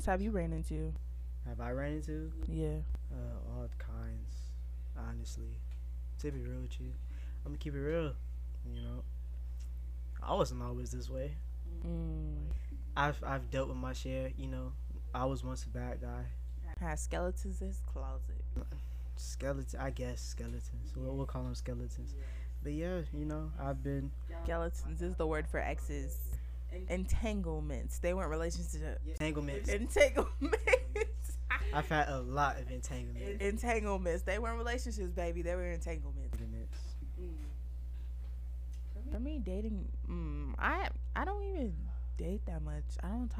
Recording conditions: poor sound quality